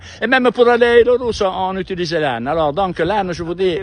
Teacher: C'est l'accent que les gens ont en Corse. Cet accent a des sonorités italiennes et est caractérisé par des intonations très marquées et des voyelles prononcées de façon très distincte. Et les R sont souvent roulés. · Term: l'accent corse